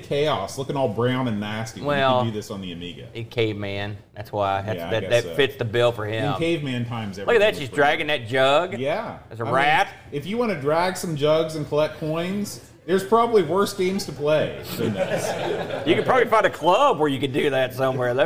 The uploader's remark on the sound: LIVE from Boatfest 2023